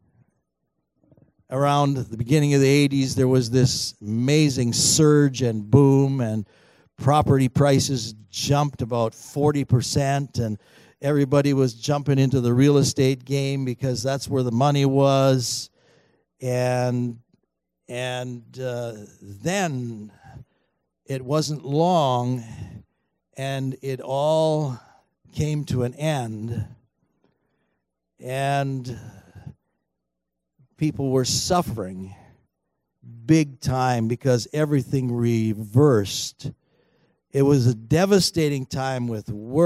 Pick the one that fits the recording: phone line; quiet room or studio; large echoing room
large echoing room